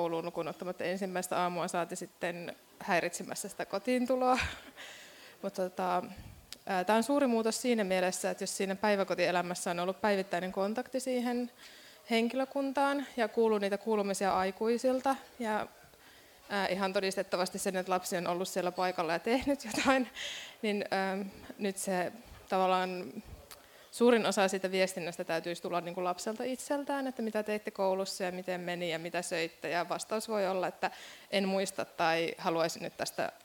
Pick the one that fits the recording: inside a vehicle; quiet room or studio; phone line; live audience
live audience